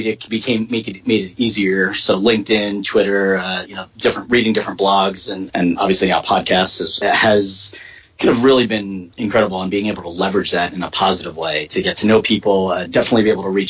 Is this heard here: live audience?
no